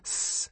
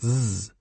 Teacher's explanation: Your vocal cords go on and off. That's it. It's the only difference between s and z.